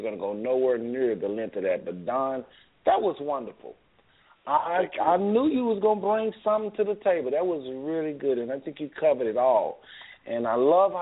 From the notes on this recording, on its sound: we open up the phone lines to hear from your family